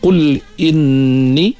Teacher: dengung pada nun syaddah, wajib dengung, wajibul ghannah